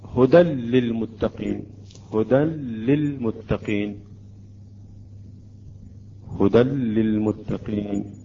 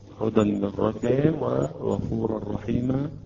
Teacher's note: يجب أن نقرأ الإدغام بدون أن نأتي بالغنة ولا نتأخر على الحرف مقدار حركتين · Term: الإدغام بلا غنة